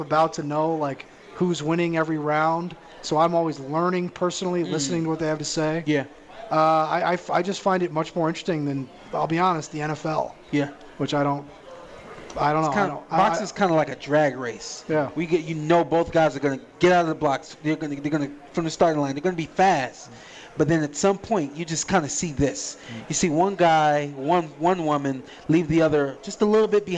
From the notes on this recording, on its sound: live from the Westgate Superbook